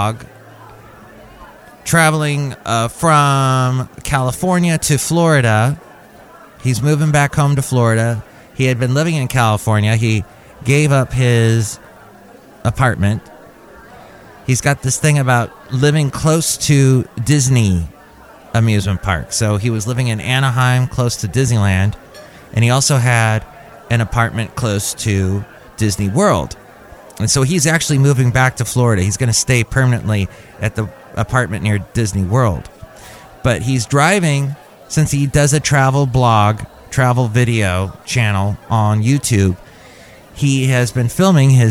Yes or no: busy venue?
yes